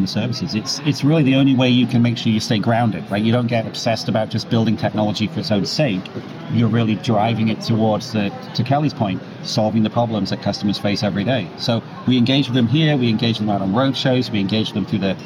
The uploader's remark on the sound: live from the isolved Connect Conference in Nashville, TN.